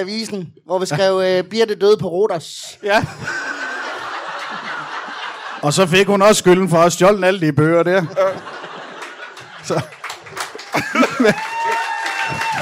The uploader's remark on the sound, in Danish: LIVE fra Teater 95b i Odense